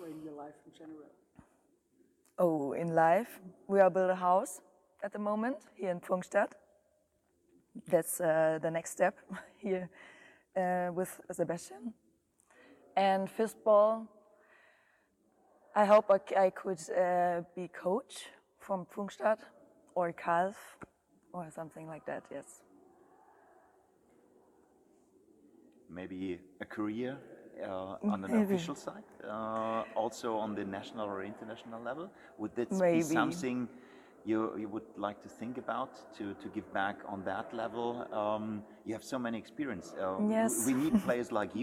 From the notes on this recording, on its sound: The episode was recorded on 9th of January in Pfungstadt on the morning of the final day at the EFA 2022 Fistball Men´s Champions Cup